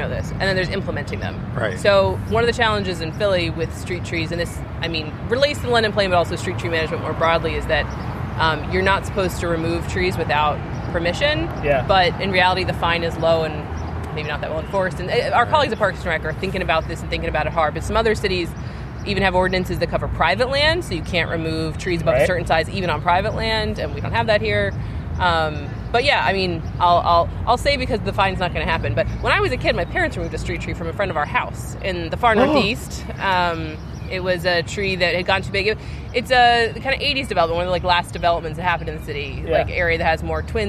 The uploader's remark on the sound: Recording outside on the Benjamin Franklin Parkway